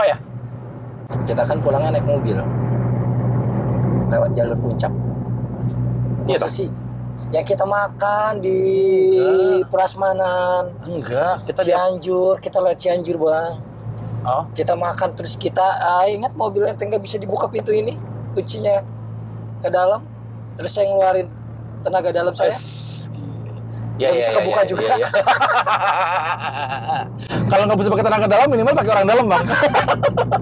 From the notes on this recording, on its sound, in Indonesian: Ini kita rekam di dalam mobil ya pak, jadi suaranya agak kurang